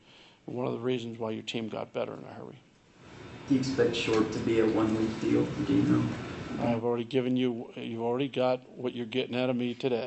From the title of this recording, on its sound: Press Conferences & Post-Game Interviews